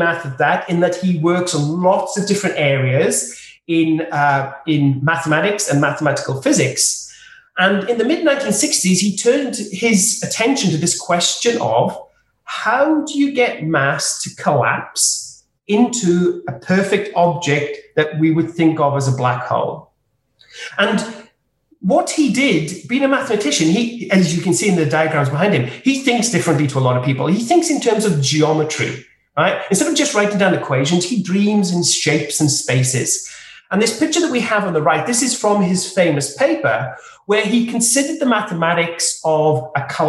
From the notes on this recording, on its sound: This public talk was held virtually